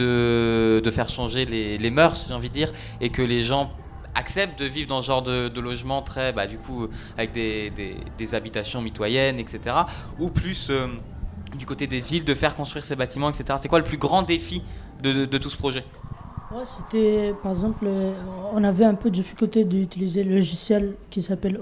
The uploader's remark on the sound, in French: Les 10 et 11 mai 2023, Delta Fm est allée au Nouveau Festival à Cenon (33) pour donner la parole aux lycéens porteurs de projets, venus présenter leur travail.